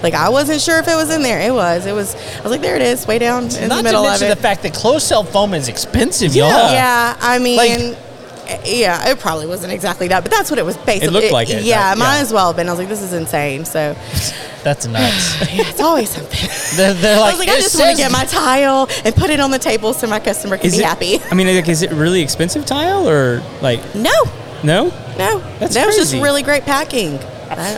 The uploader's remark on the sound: Live at Rowdy’s in Spring, TX for The Contractors Network event. This is a monthly event held on the third Thursday of every month.